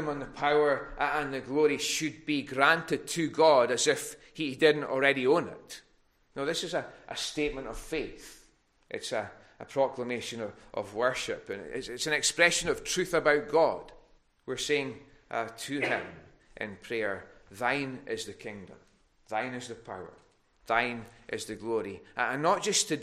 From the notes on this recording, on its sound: recorded at North Harris Free Church on Sunday evening 24th October 2021.